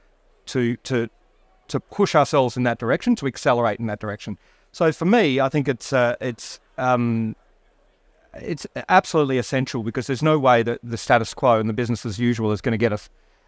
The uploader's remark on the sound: Recorded live at Offshore Europe 2023